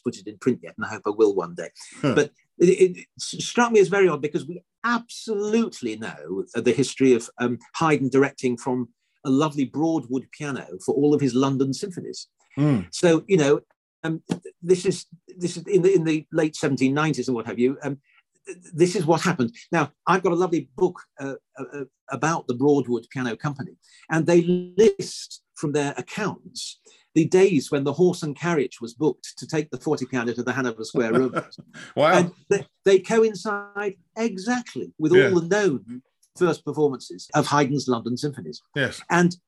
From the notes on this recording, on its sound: This interview was recorded on 16th May 2022 via Zoom.